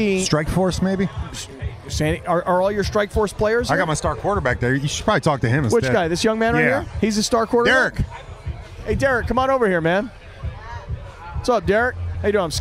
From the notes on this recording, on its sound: took his recording equipment to the Swoopin D tailgate and talked to everyone who stopped by the first ever Fleet game